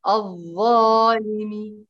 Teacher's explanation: ائتي بإطباق الظاء، ارفعيها لأعلى المراتب